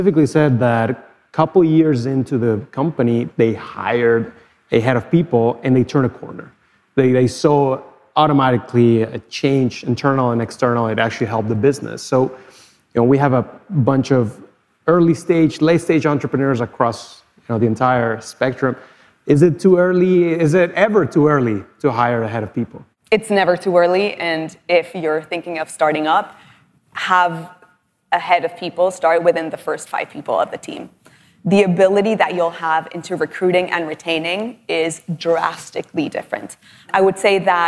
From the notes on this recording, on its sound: Live keynote conversation at LendIt Fintech LatAm in Miami. My live keynote conversation at LendIt Fintech LatAm in Miami.